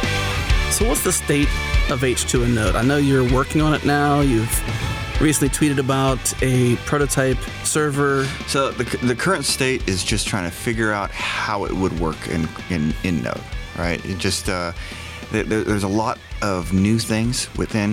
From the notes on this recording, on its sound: In this special episode recorded at Node Interactive 2016 in Austin, TX.